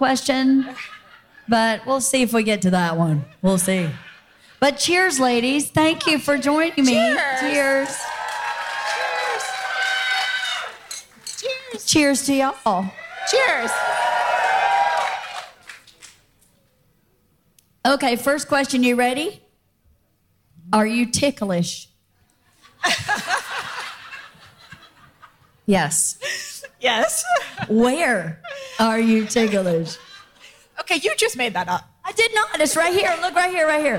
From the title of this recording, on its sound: Live From Fully Loaded at Sea